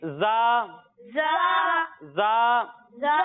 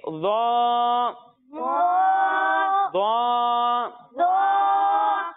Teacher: پیارے بچوں پچھلے پروگرامز کے اندر ہم نے آپ کو ضوا کے بارے میں بھی بتایا تھا کہ یہ بھی حروف مستعلیہ میں سے ہے تو اسے ہم موٹا کر کر پڑھیں گے. یعنی زال اور زا کو ہم باریک پڑھیں گے اور ضوا کو ہم موٹا کر کر پڑھیں گے. اور یہ بھی یاد رہے کہ ضوا میں بھی زال کی طرح سیٹی کی آواز نہیں آئے گی.